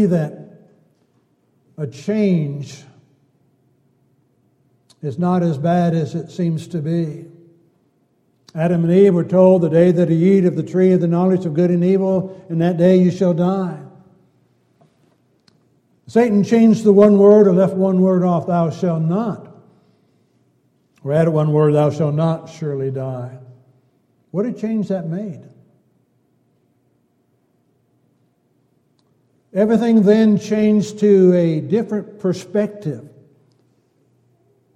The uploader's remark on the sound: Downtown Church Of Christ Audio Sermon